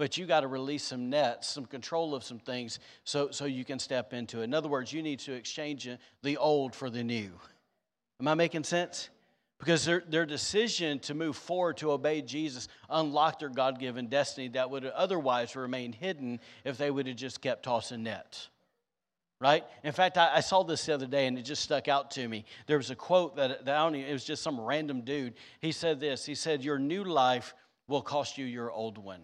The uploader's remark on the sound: was recorded on Sunday, October 16th, 2022, during service at The Anchor Church in Rockport, Maine